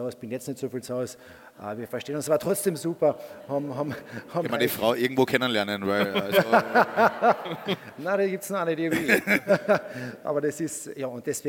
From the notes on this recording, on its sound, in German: Aufgenommen beim Kleine Zeitung Podcast Festival in Klagenfurt